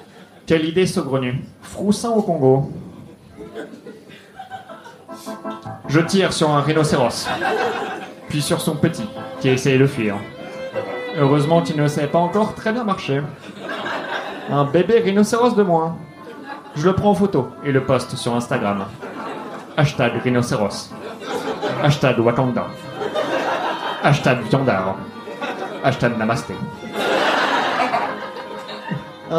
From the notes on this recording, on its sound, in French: Enregistré en live et en public au One More Joke le 15/11/2018.